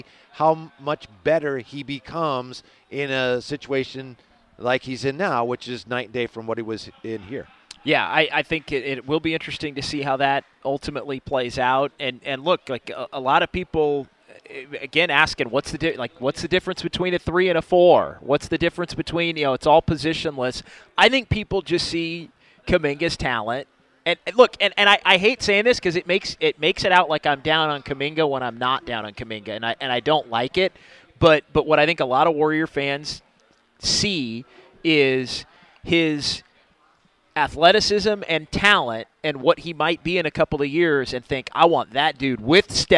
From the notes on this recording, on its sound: live at Freidmans